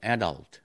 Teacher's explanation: Ví dụ như từ adult, tức là có trọng âm ở âm tiết thứ hai trong tiếng Anh Mỹ, adult trong tiếng Anh Mỹ. Nhưng mà trọng âm ở âm tiết thứ nhất trong tiếng Anh